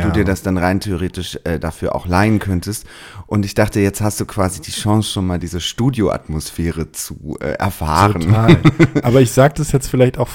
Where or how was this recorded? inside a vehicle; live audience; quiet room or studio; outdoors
quiet room or studio